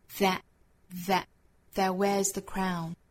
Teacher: that 还有另外一种发法，就是它的重读式元音发成 a